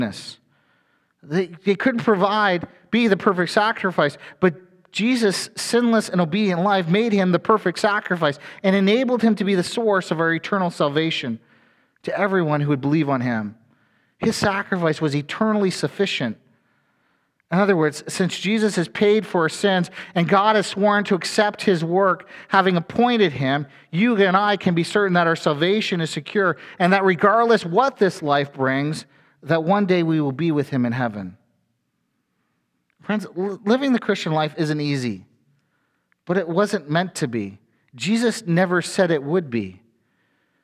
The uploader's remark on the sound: A sermon from FBC Church in Cobourg,